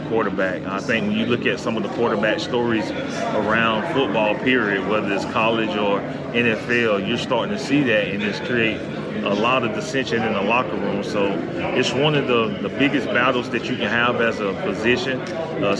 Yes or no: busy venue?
yes